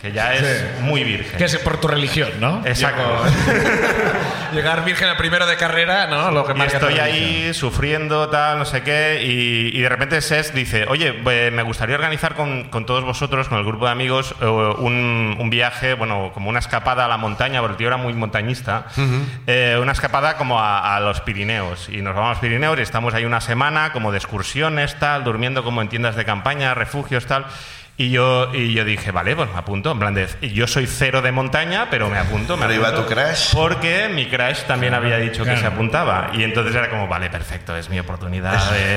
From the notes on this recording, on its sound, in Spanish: La Ruina desde Palma. El público de Palma nos explica sus ruinas.